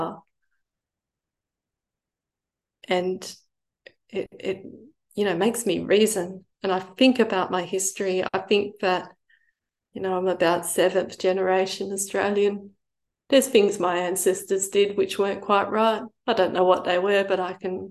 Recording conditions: video call